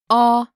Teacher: Ah is the back, unrounded and low vowel. It's written like the A in Atlantis, and the sound corresponds to the A's in that same word.